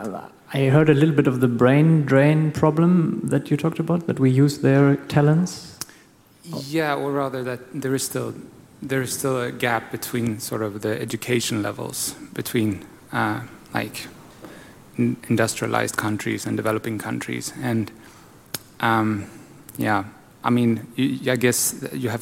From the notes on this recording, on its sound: Presentation with Q&A/open discussion at the end or in between